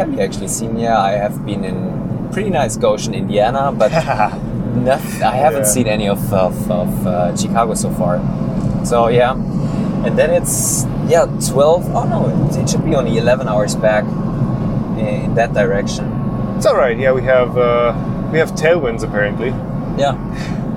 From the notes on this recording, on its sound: MRRF2019 Recap! (recorded while driving back).